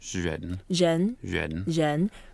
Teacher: And keep it quite tight, quite close together, 人. And it's like an R sound, but almost with a tiny bit of a Z in there as well. · Term: 日 sound